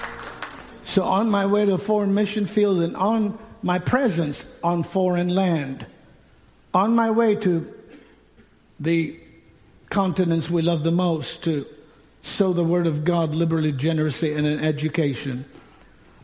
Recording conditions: large echoing room